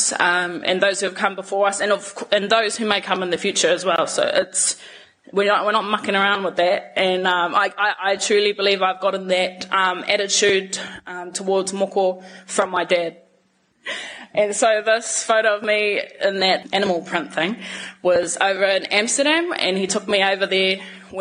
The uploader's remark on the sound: Took the stage at our Real Talk Mō Ngā Rangatahi event in Tāmaki Makaurau, sharing on stage for the first time.